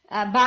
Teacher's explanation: जब आप बा बोलते हैं तो आपको फील होता है कि आपके दोनों लिप्स आपस में स्ट्राइक किए